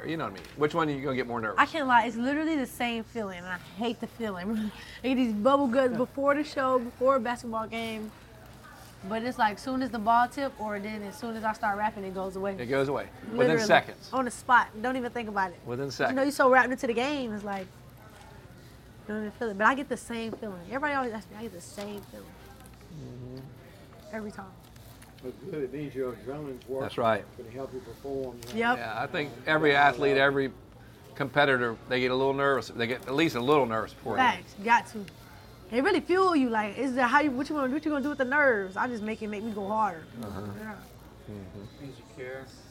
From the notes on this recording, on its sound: at the Fiery Crab in Baton Rouge for some delicious food